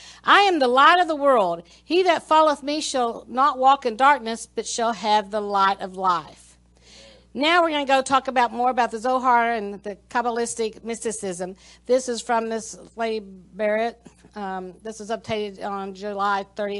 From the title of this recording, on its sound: Spirit of Prophecy Church - Sunday Service 06/20/2021 - Audio